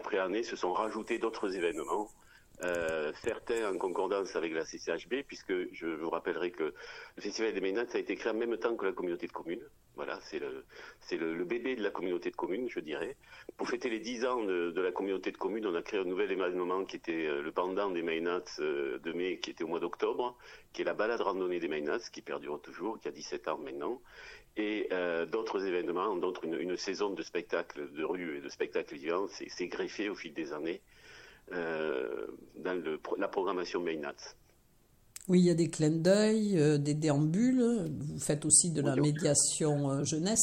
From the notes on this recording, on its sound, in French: Interview téléphonique.